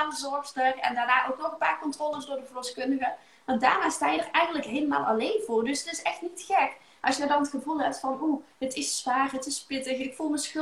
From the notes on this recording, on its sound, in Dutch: Heb ik een Insta live opgenomen. Daarom hebben we van deze Insta live ook een podcast gemaakt.